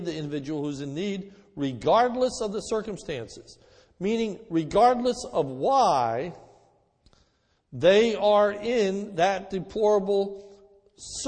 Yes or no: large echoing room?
yes